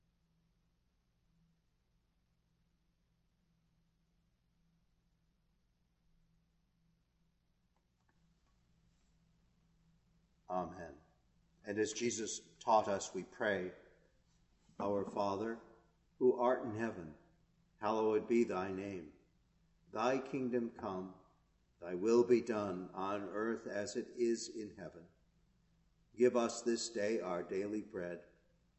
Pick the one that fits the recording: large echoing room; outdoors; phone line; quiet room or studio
large echoing room